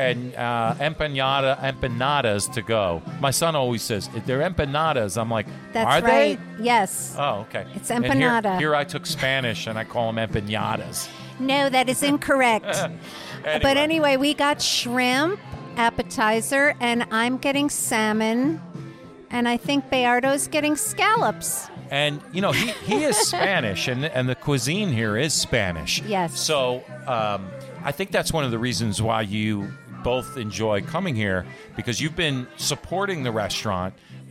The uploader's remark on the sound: Bistro Mediterranean and Tapas Bar Remote. Offering live music on the patio.